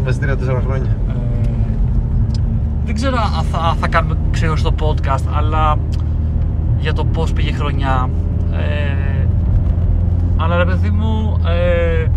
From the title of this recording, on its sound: Car edition